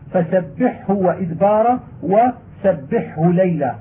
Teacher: ويجب أن يتحفظ القارئ ببيان الحاء الساكنة إذا أتت بعدها الهاء، لئلا تندغم الهاء فيها بقرب المخرجين، ولأن الحاء أقوى قليلا من الهاء، فهي تجذب الهاء إلى نفسها.